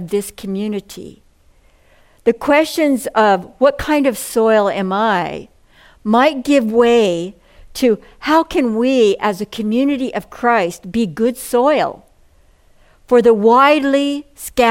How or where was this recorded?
large echoing room